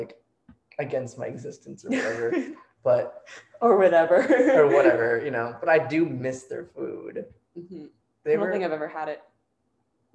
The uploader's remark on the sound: Don't worry, we've invested exactly zero dollars into improving our mic setup (as you will soon hear!). No notification dings this time!